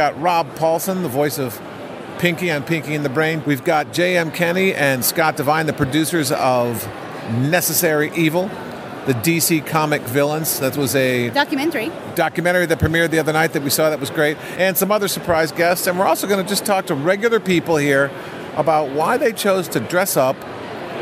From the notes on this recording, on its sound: LIVE from the 2013 San Diego Comic-Con. They take in the sights and sounds and catch interviews.